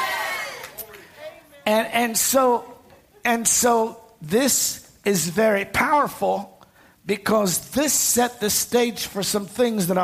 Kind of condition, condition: setting, live audience